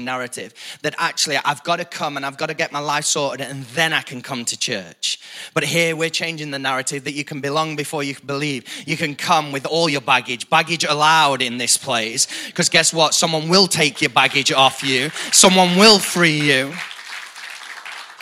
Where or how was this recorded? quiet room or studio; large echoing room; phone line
large echoing room